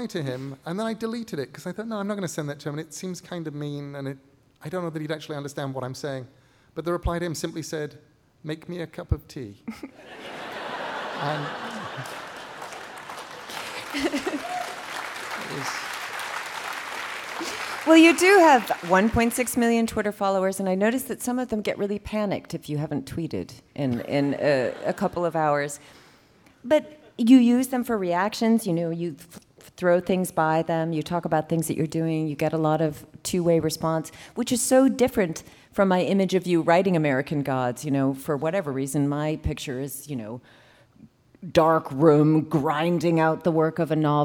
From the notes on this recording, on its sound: Writers on a New England Stage. Recorded live at The Music Hall in Portsmouth, NH in 2011. This archive program may still contain broadcast elements from the time it aired.